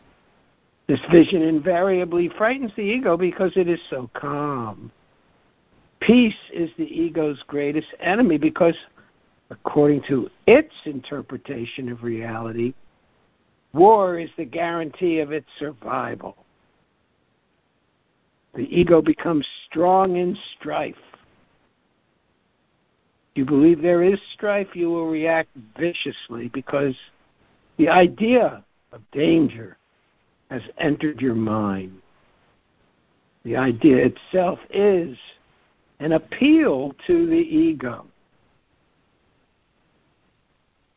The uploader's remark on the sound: ACIM Daily Conference Call.